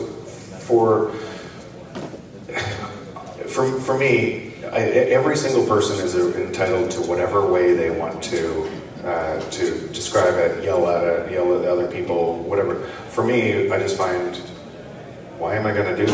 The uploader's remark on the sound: BitBlockBoom 2022 - Austin TX. Session from the 2022 BitBlockBoom Conference in Austin, Texas.